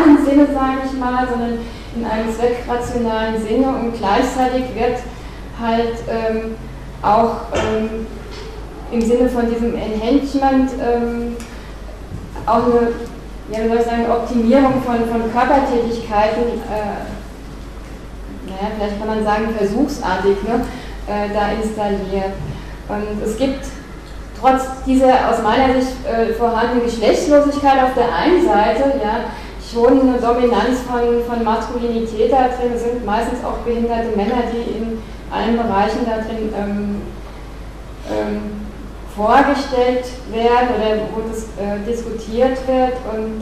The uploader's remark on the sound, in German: Mitschnitt des Vortrags. Universität Innsbruck.